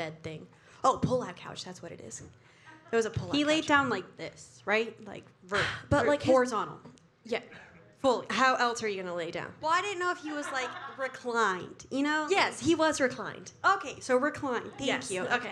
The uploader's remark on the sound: NEW YORK LIVE SHOW. NYC LIVE SHOW episode!!